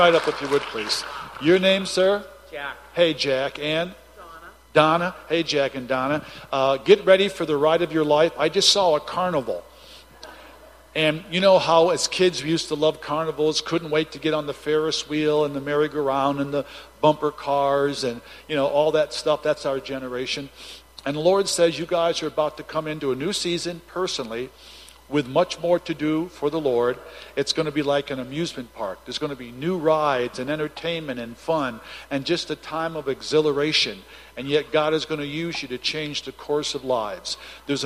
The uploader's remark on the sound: Recording from Saturday evening's prophetic services